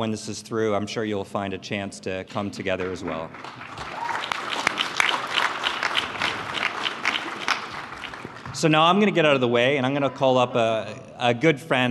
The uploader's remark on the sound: Next, they were asked to defend their case before the Empire audience. This was a rare public opportunity for our audience to hear all of the candidates on one stage.